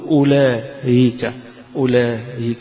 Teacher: يبقى الهمزة مش هيقولها همزة، ولكن حيسهل هذه الهمزة إذا وقف عليها · Term: تسهيل